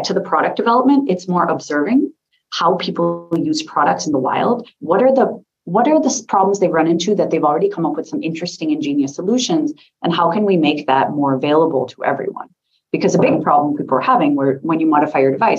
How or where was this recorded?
video call